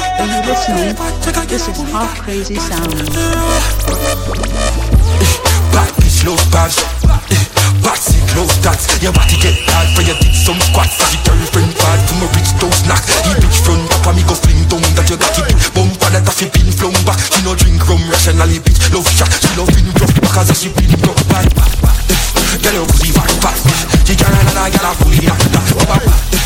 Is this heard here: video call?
no